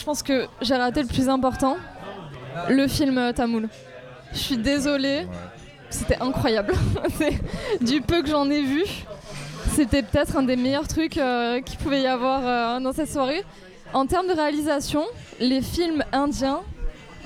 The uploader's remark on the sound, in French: Ce podcast a été enregistré dans les conditions du direct autour d'un café, le son est donc vraiment pas ouf. Voyez ça comme de l'ASMR préparation de cappuccino.